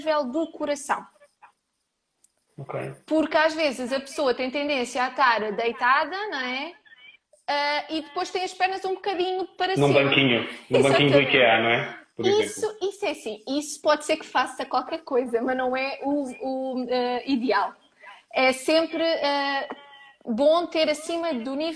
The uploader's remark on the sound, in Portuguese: Gravado através do LIVE do Instagram.